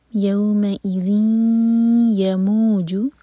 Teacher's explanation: یوم ای، یوم اذین یموجو، ذال کے نیچے کسرہ کی تنوین، اس کے بعد یا، تو یہ ادغام غنہ کے ساتھ، دو سیکنڈس کا ٹائم دیں گے، ناک میں آواز لے جائیں گے